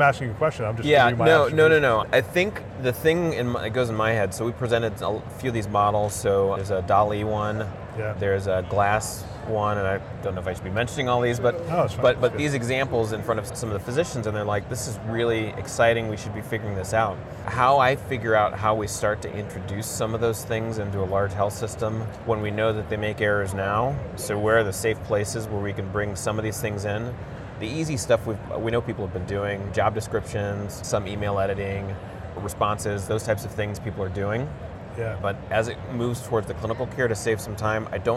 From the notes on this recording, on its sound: an Interview in Action live from ViVe 2023